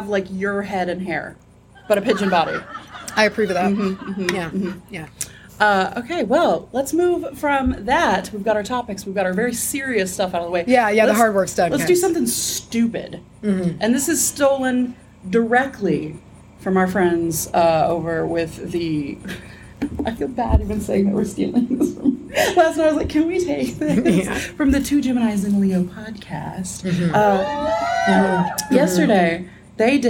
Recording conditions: live audience